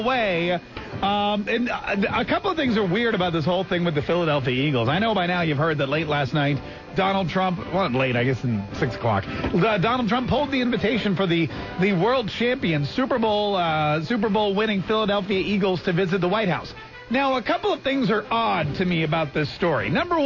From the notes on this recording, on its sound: live in the studio as he takes your calls